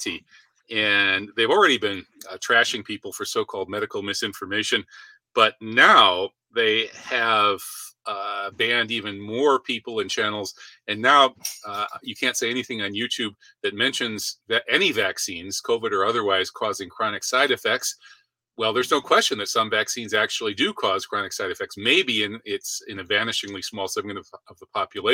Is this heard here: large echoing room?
no